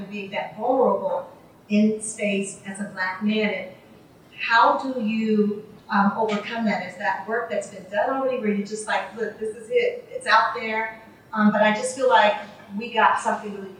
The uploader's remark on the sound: Their conversation was recorded at Powell’s Books in downtown Portland.